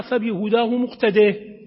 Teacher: وهذا يلاحظ أيضا في الآيات التي تقف عند الكسرة ما قبل نهاية الكلمة، مثلا فبهداه مقتديه، معظم الناس يقولونها فبهداه مقتديه، لسانه براحته بياخذ راحته. إذا لم يحقق القارئ الكسرة فإن اللسان يذهب بقانون الجهد الأقل إلى هذه الإمالة، والإمالة هنا خطأ، هذه ليست إمالة، لكن اللسان يميل ويميلها بنوع من اللحن غير المقبول، وينبغي أن يصحح خاصة في قراءة القرآن.